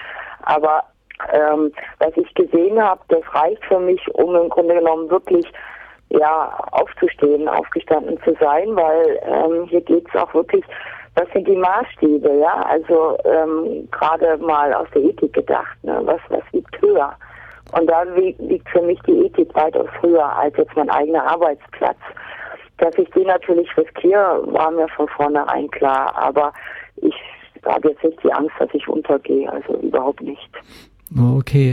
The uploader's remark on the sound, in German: am Telefon dazu ein lockeres Gespräch geführt